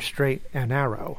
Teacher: Even though you've got the D in there, you often drop the D anyway in and, so people would often hear straight and arrow.